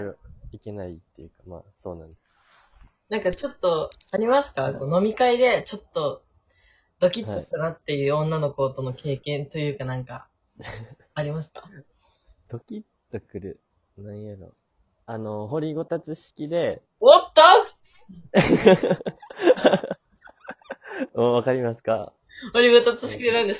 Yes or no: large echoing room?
no